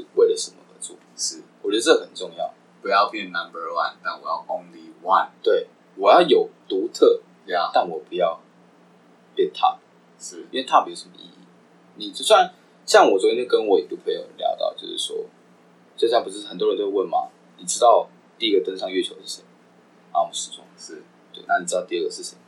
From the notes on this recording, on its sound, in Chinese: 本集麥克風出了點狀況，導致音質出了些問題，請各位見諒